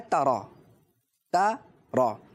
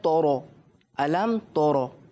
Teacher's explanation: تا کو پڑھنا ہے باریک اور را کو پڑھنا ہے موٹا · Shown in: first take · لیکن ایسا نہیں ہونا چاہیے کہ را کی وجہ سے تا کو موٹا پڑھ دیں، را کی وجہ سے تا کو موٹا پڑھ دیں.